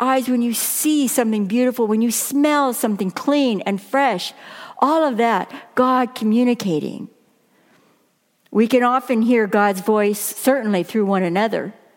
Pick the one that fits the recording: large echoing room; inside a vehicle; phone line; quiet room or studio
large echoing room